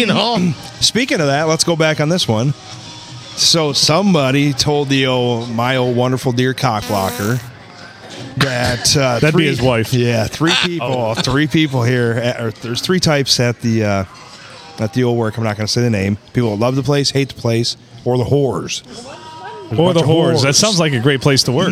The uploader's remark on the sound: Recorded at the Rustic Tavern on Sunday Funday.